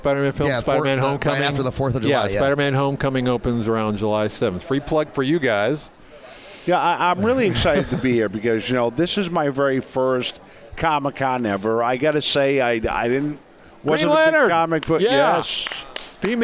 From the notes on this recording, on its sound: Join the VoiceAmerica Live Events team as we Broadcast Day 2 Live from the Phoenix Comicon! Interviews LIVE from the floor of Phoenix Comicon!